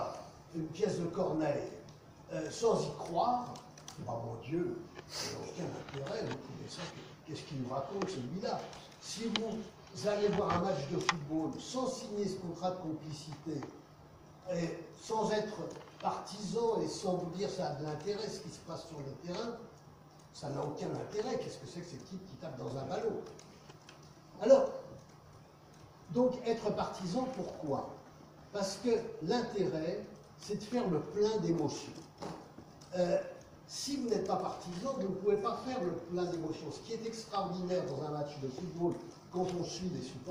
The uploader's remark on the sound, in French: Version audio de la conférence. À Aix-Marseille Université, Campus Schuman en octobre 2018.